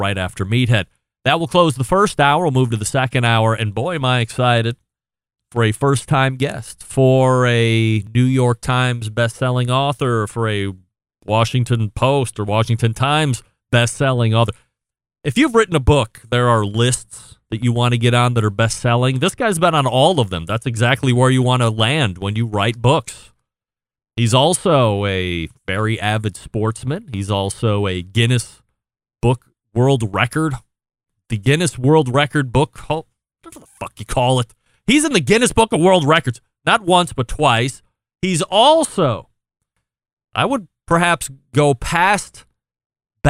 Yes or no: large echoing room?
no